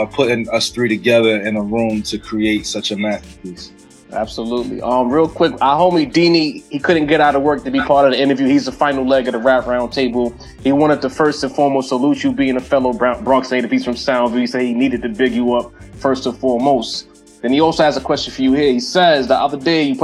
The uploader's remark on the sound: Joins The Rap Roundtable Via Zoom For An In Depth Interview.